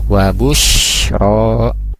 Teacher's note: Wabushro di kalimat wabushro ada shin, shin ya, shin dia ini dia punya sifat tafashi, menyebarnya udara